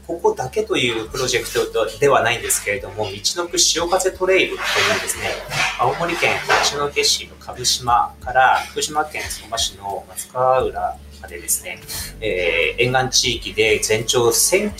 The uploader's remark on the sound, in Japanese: 気仙沼大島で牡蠣の養殖業を営む「ヤマヨ水産」。今回は新しくなった牡蠣の作業場からみなさんが作業されている中でオンライン収録させて頂きました！